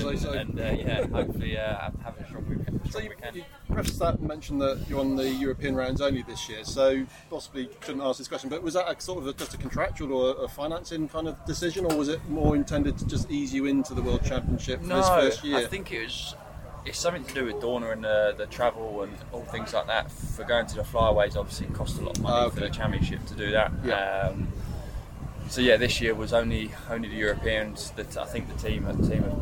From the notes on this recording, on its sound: A special interview show from the recent World Superbike round at Donington Park in the UK. Pre-race weekend media day.